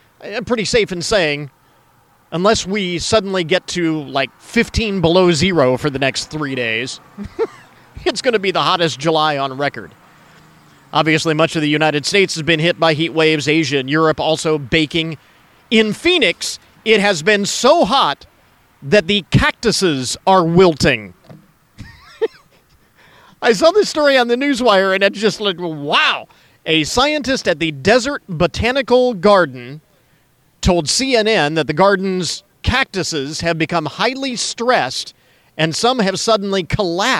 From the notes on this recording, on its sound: ON LOCATION for the annual 'Stuff the Bus' school supplies campaign.